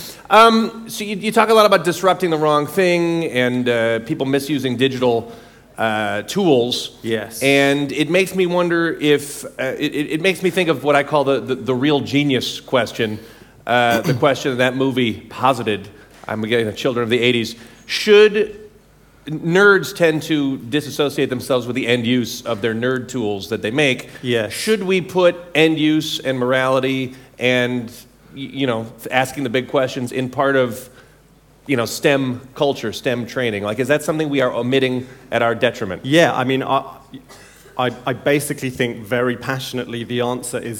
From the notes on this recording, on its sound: In the opening keynote at NEXT17